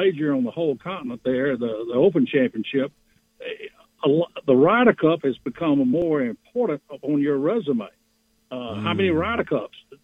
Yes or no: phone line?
yes